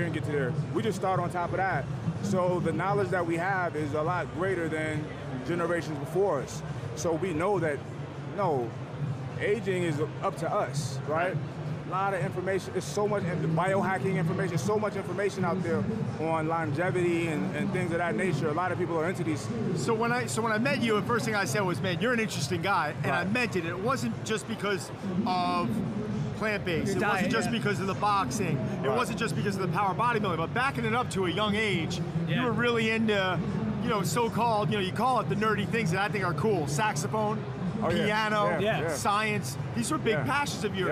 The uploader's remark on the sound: Reps Live From Olympia.